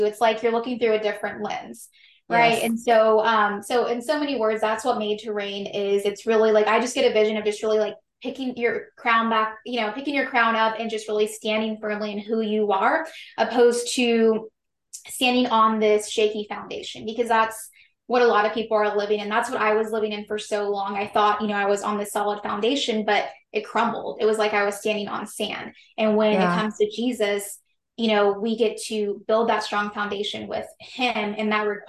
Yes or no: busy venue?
no